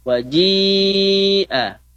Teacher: Mad wajib. Ya, muttasil. Panjangnya 5 harokat.